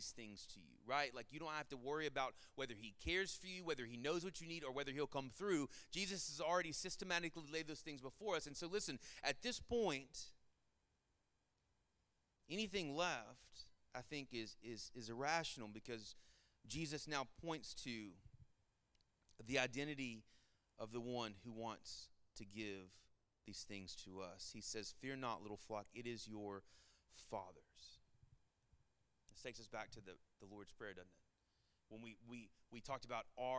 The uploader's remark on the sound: Sermon Audio from our Worship service